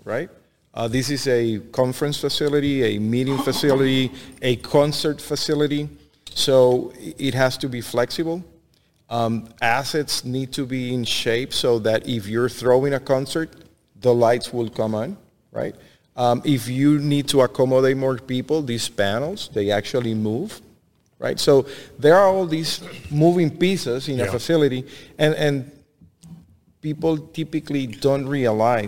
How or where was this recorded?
busy venue